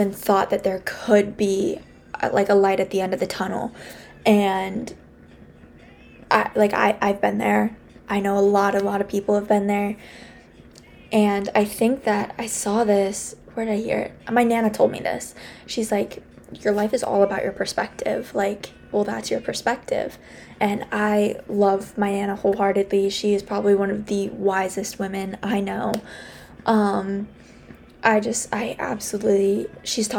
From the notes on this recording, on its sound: I'm so sorry about the music in the background